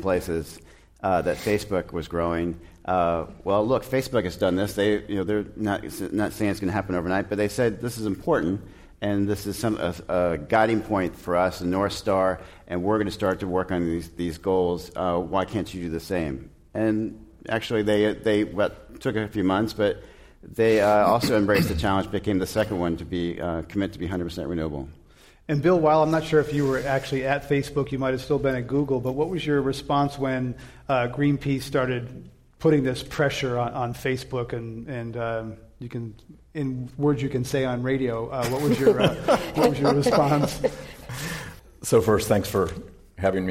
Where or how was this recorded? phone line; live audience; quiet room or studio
live audience